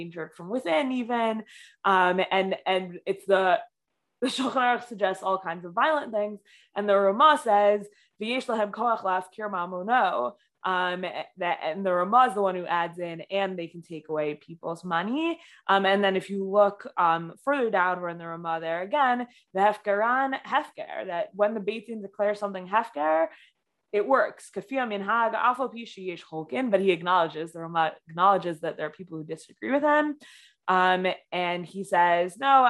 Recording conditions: video call